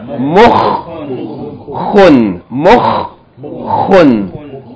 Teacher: Just hold the Kha because of the Shadda.